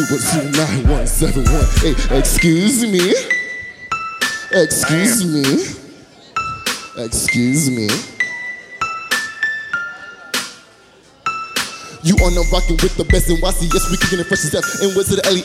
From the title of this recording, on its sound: Live from SXSW